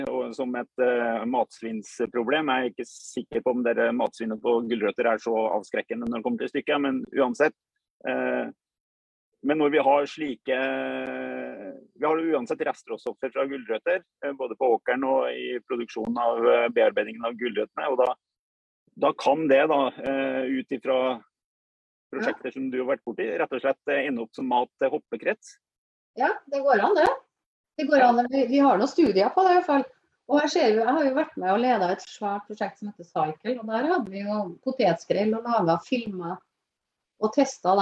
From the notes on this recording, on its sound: Live Zoom. I denne live-sendingen.